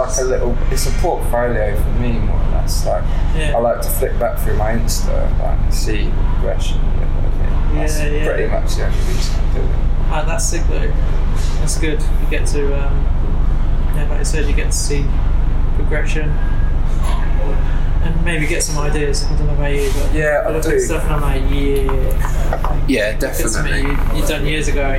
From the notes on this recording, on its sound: I thought I could fix the audio from anything but apparently I’m not as skilled as I thought. Editing it to the point I got it to was a mission. It’s been a wake up call that I need to get some proper recording equipment at some point.